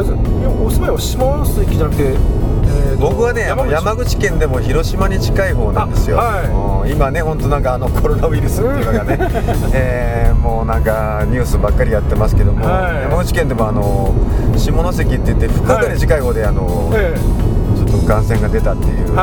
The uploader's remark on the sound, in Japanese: 即ドライビング対談収録しました